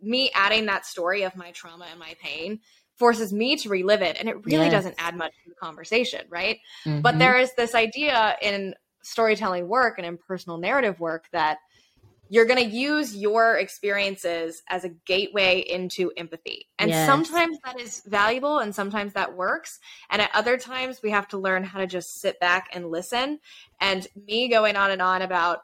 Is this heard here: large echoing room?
no